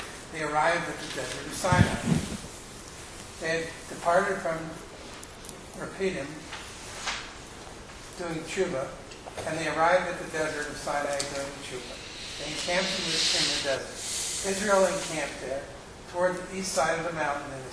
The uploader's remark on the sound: Recorded live in Atlanta